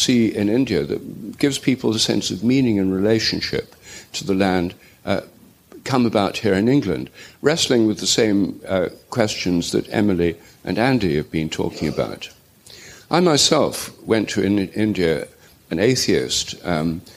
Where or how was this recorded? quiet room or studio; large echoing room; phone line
large echoing room